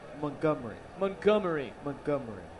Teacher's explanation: don't hit the T hard and say the first syllable like a U sound · Term: totally Southern